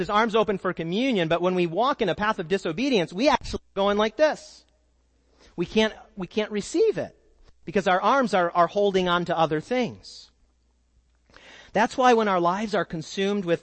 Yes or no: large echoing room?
yes